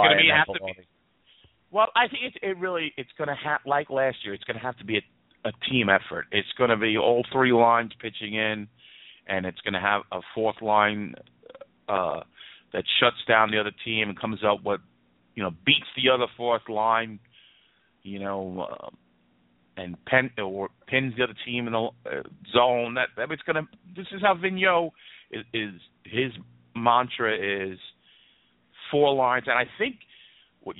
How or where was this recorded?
phone line